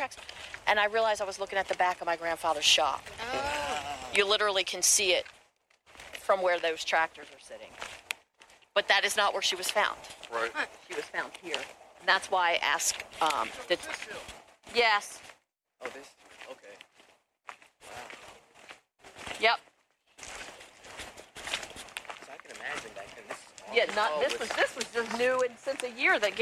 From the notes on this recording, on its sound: The audio from this episode was recorded remotely along streets and in woods so be prepared for noise from passing traffic and stubborn wind.